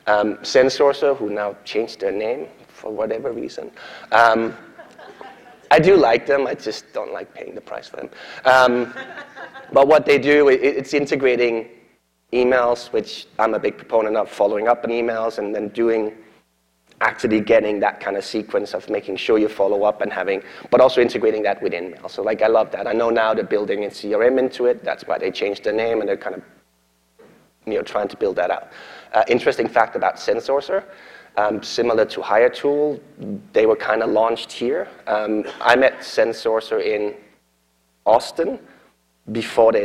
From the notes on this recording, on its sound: keynote at SourceCon in Seattle in 2019